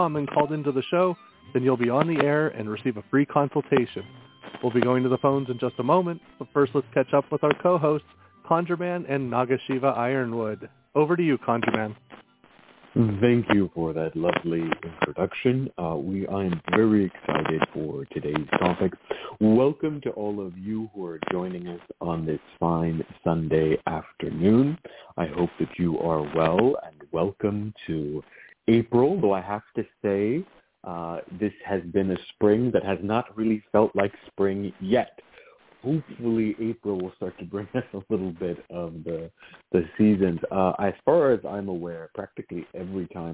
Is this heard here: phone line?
yes